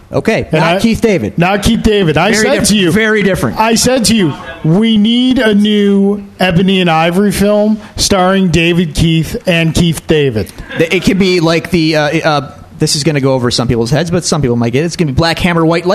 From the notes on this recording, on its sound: LIVE at Daily Planet Coffee to celebrate 100 episodes and taking audience questions